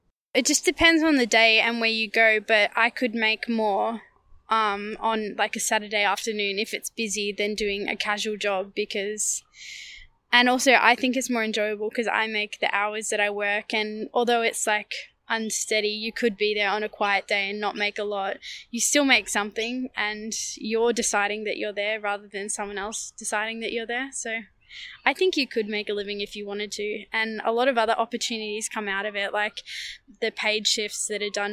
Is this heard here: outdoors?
yes